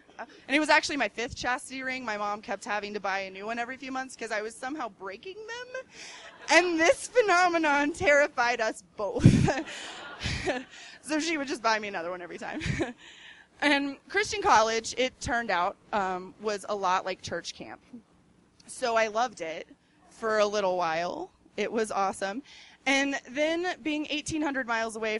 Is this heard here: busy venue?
yes